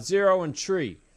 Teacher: the TH sound just disappears